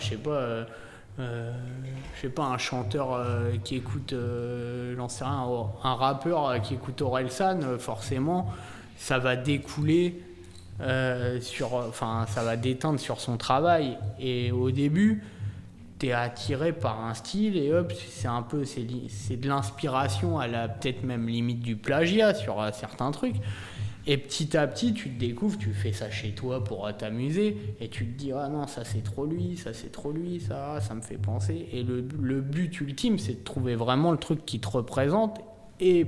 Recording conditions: busy venue